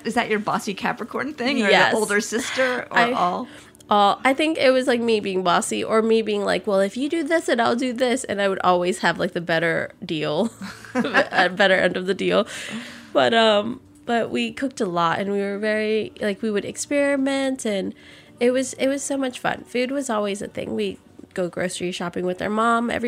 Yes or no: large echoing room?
no